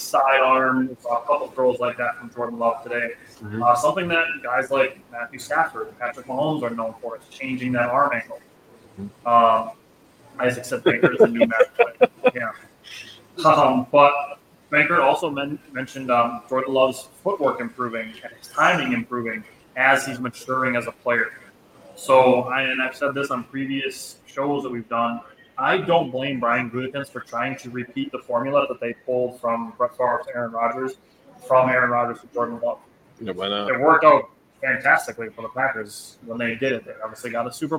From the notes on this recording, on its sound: Live Training Camp report for Green Bay Packers! We are live from Stadium View Bar in Green Bay, just a stones throw away from Lambeau Field.